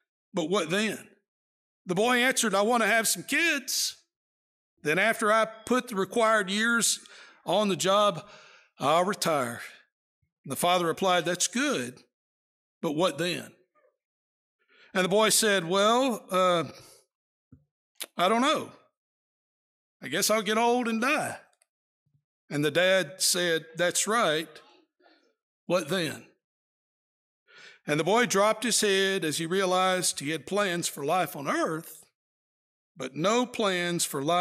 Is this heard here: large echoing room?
yes